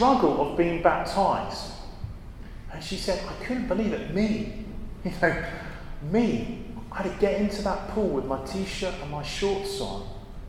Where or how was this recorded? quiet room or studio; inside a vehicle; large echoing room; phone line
large echoing room